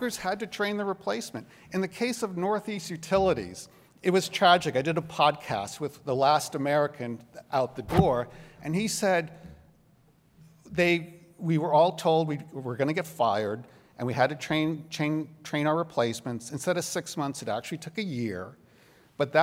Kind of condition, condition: setting, live audience